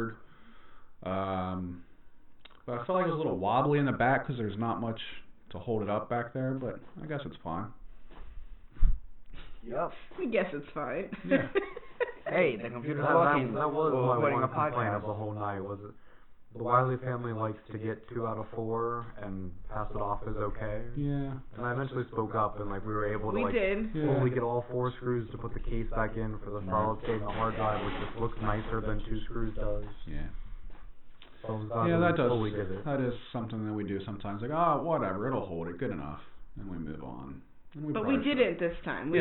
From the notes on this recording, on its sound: Side note, this episode sounds like crap.